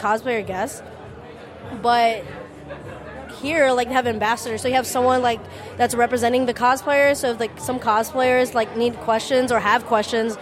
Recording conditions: busy venue